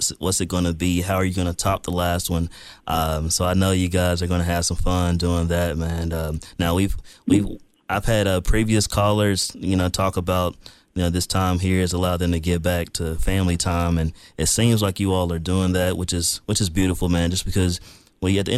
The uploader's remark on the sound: joined over the phone by several guests